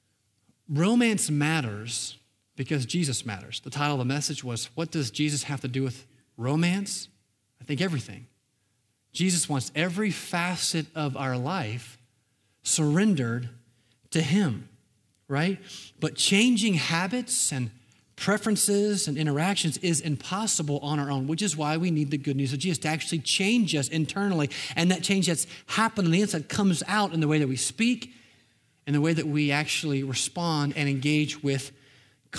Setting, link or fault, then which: setting, large echoing room